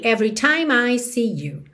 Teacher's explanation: E time, o E final não é pronunciado. Aqui então você já junta o M no I